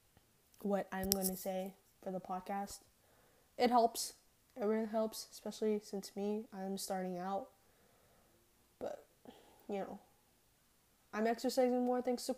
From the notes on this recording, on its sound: if you hear background noise it was me play with the mic because I get distracted easily